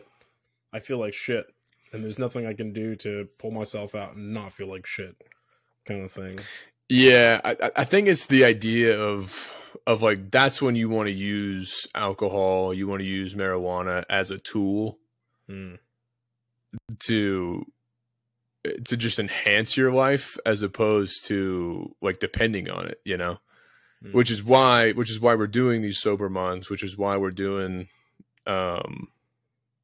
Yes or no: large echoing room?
no